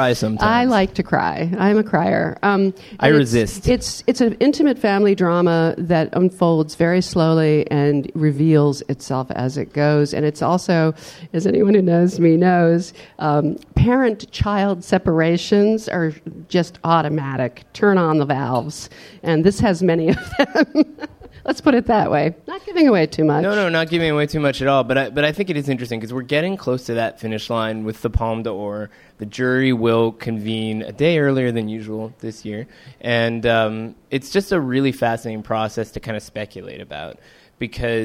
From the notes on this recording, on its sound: Live From Cannes 2018